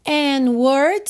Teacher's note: você não ouviu o D, juntamos pelo N